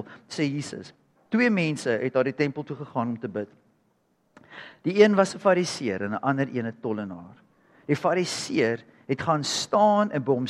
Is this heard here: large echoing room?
yes